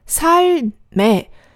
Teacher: 注意一下这个连读，就是삶这个字底下的两个收音都是要念出来的